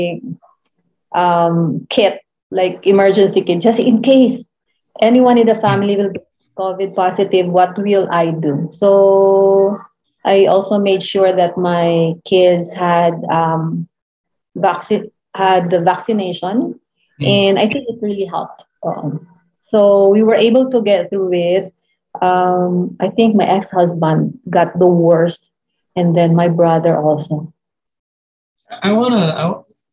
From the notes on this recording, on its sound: Zoom call.